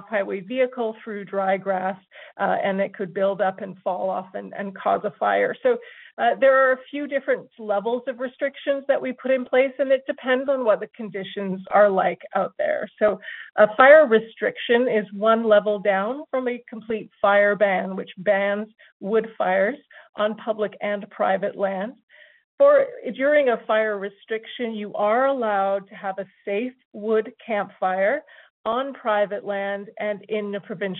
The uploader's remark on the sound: Albertans who are evacuated can attend telephone town halls with government and partner organizations to get updates and answers to their questions.